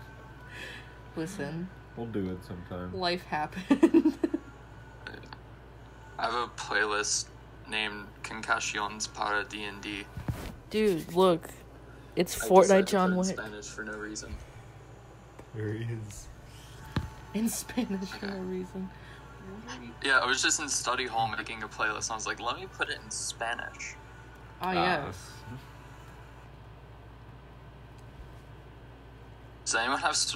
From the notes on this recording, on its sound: please excuse the bad audio